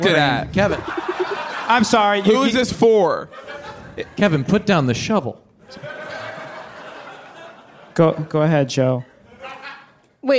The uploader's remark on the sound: live from The Bell House.